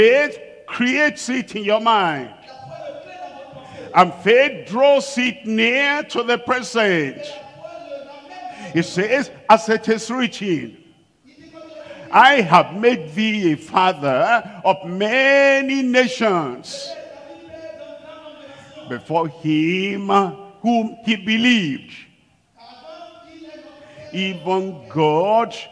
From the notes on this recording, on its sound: live from Lomé, Togo